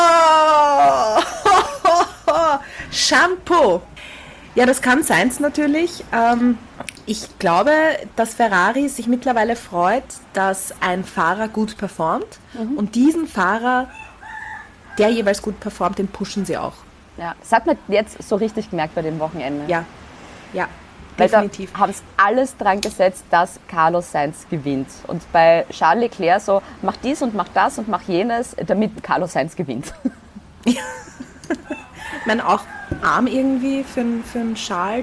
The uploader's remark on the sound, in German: Hintergrundgeräusche gibts oben drauf